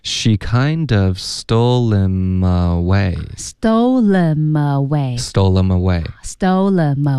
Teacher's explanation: stole 的这个 L,跟后面 him,读成 limb 吗？可以啊